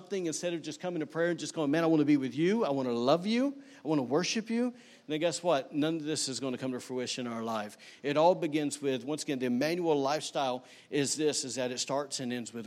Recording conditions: large echoing room